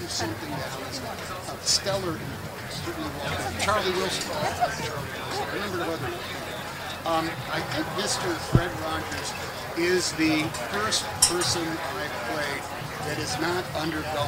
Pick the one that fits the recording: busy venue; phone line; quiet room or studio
busy venue